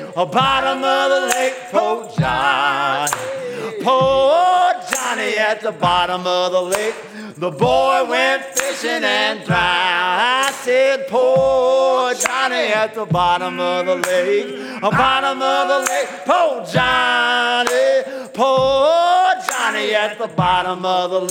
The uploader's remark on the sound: Live at the Reeves